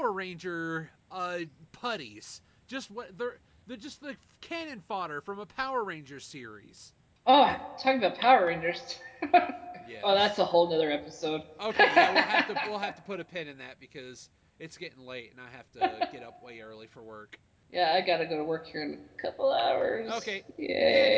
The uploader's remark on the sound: Audacity conspired against us, my own audio made a fool of me